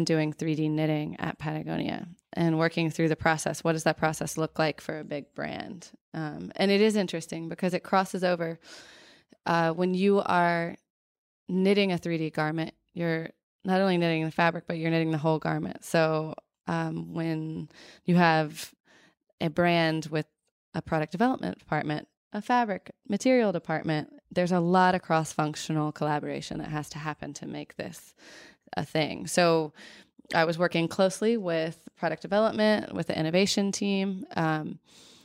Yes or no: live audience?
no